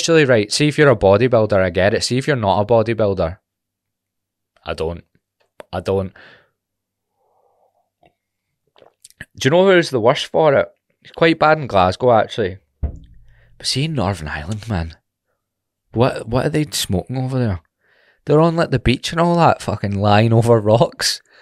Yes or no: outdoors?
no